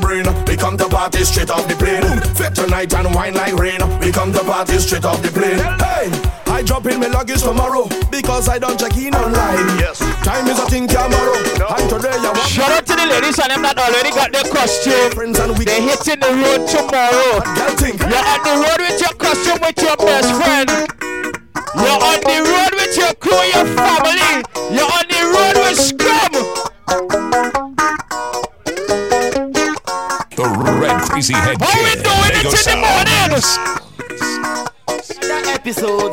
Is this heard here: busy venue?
yes